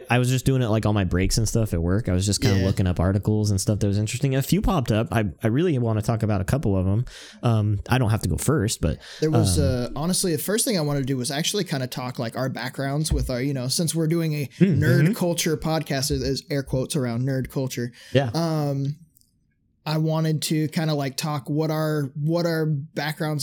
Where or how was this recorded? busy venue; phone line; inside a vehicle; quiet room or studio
quiet room or studio